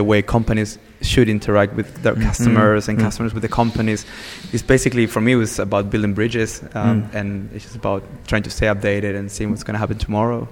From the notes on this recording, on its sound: Recorded at Web Service Award 2013 in Stockholm, Sweden.